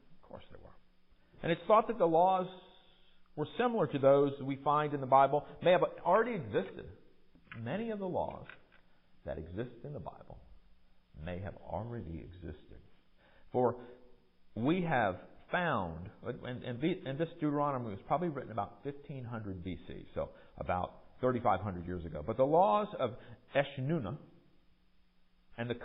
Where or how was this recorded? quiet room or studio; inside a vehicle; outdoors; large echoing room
large echoing room